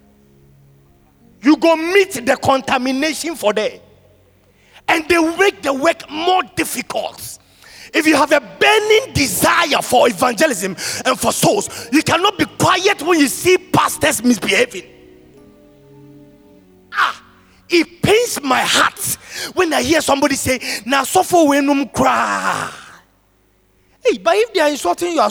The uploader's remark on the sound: Sermon preached at CBC Shiashie Campus on November 14, 2021